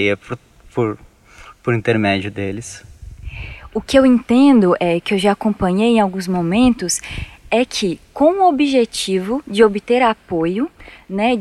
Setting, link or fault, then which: setting, outdoors